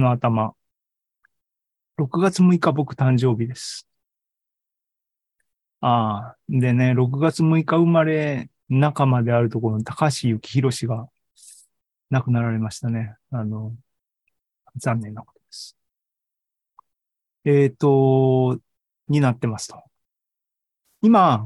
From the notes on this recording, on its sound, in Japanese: ２０２３年１月２５日に開催した ZOOMライブの模様です